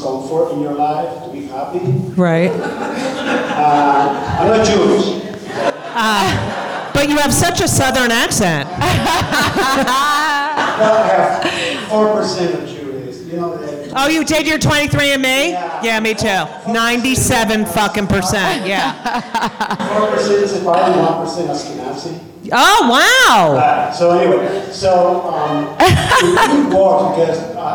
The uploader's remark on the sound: LIVE at NYC Podfest